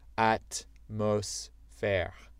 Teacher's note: en français, les trois syllabes sont pareilles, sont assez forts